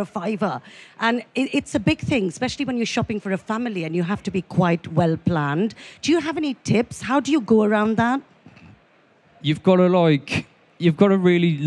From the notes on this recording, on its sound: Recorded live at the BBC Good Food show in Birmingham.